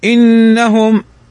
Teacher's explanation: إنهم نون مشددة تغن بمقدار حركتين